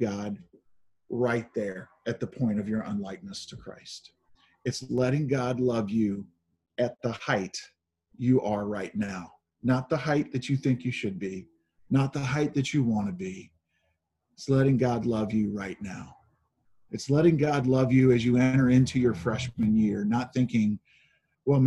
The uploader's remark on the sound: Zoom Sunday